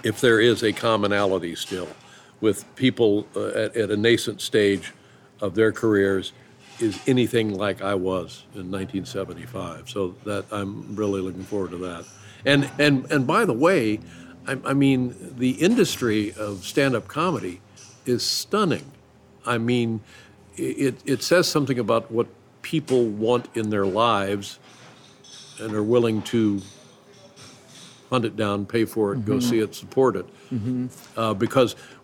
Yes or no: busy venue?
yes